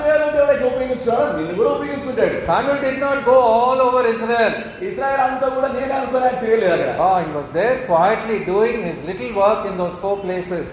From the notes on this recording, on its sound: Recording of a sermon given in church.